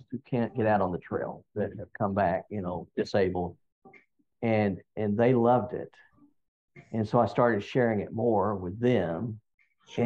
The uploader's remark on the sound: We sat together over a video teleconference and talked about hiking.